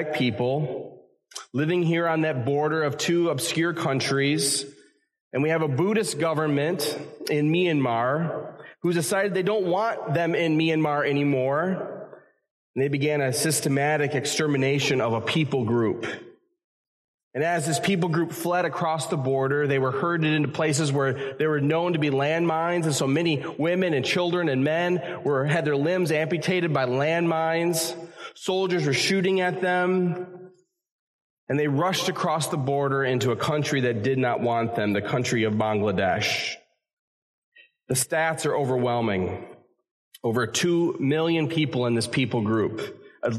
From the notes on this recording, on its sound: A message that was originally preached at Community Evangelical Free Church in Harrisburg, Pa. This episode features a message that was originally preached at Community Evangelical Free Church in Harrisburg, Pa.